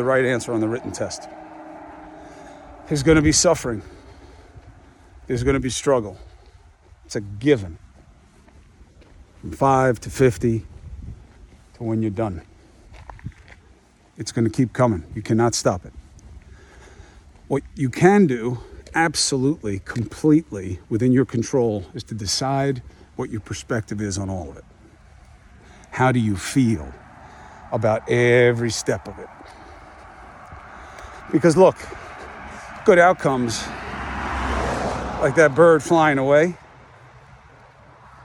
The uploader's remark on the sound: Walk and Talk